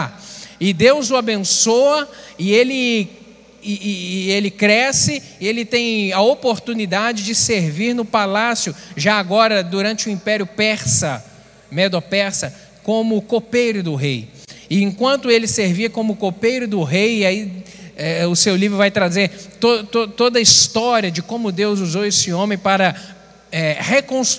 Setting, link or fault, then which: setting, large echoing room